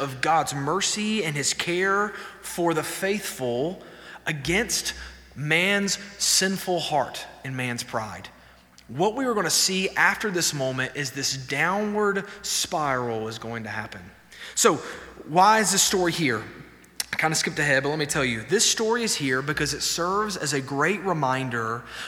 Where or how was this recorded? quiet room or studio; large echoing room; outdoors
large echoing room